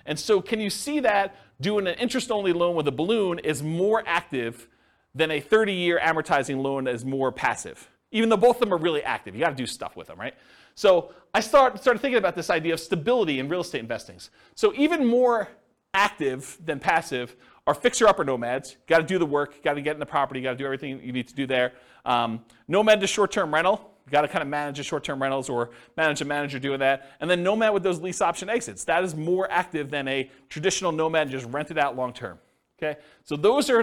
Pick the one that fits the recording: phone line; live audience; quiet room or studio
live audience